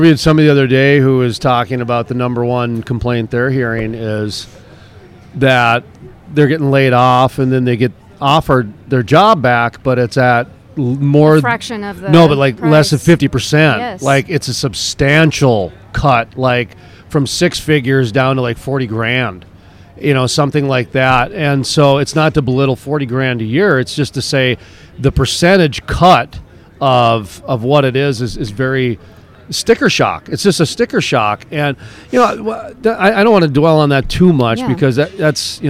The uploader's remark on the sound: live from the Permian Basin Association of Pipeliners Annual Cookoff in Odessa, Texas